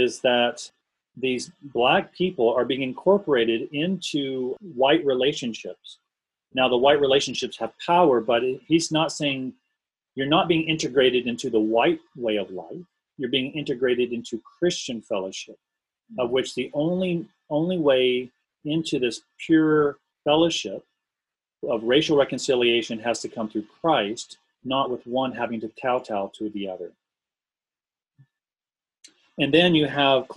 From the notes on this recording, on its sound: This talk was recorded over Zoom. Includes the Q&A afterwards.